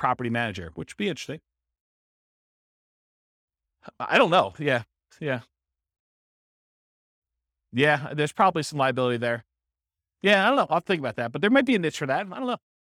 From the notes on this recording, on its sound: This was a live class recorded